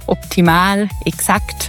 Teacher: Oder diese hellen A's wie in optimal, exakt